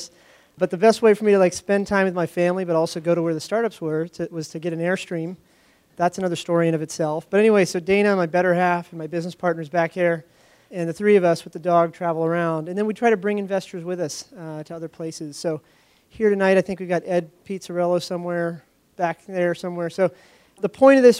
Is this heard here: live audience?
yes